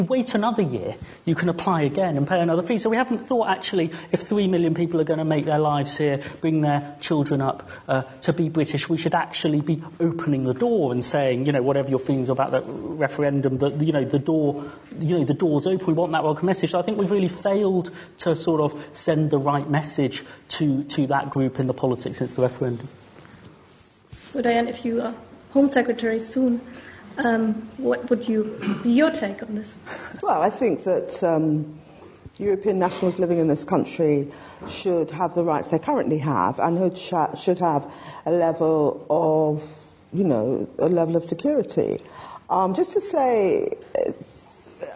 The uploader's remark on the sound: LSE Festival 2019. This interactive public event comprises a panel-based discussion, with representatives from different influential spheres in society who are shaping discourse on British identity, combined with direct audience engagement.